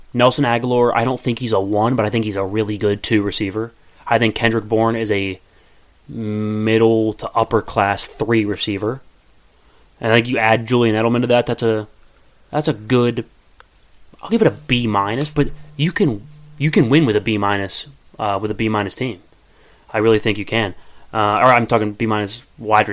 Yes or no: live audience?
no